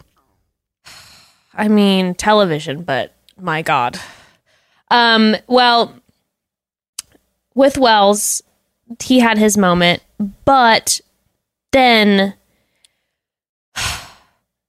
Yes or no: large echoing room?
no